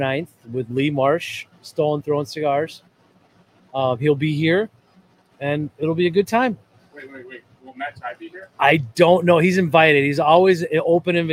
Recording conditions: busy venue